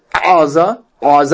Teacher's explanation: Ayin in Hebrew really is pronounced gutturally